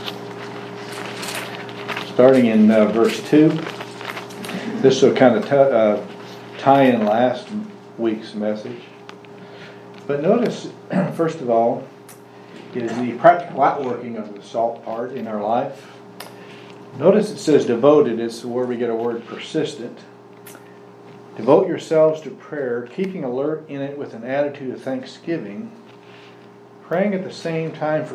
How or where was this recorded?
large echoing room